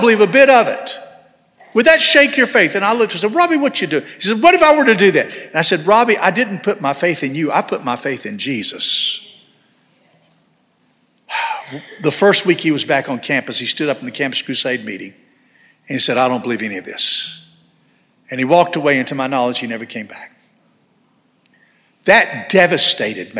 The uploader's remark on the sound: This sermon was delivered on January 28, 2024 at First Baptist Church Hendersonville, NC.